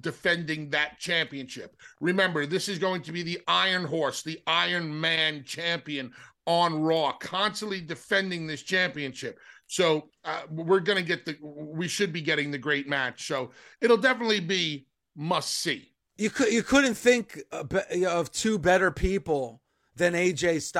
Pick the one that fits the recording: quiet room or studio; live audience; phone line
quiet room or studio